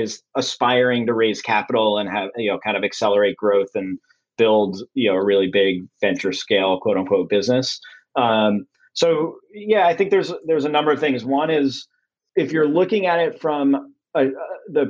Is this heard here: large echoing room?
no